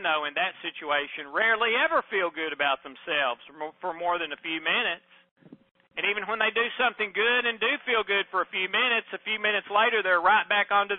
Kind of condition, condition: link, phone line